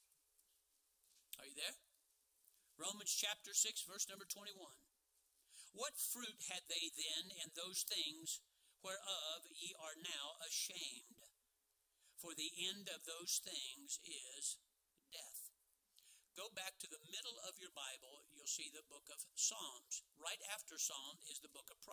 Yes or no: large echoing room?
yes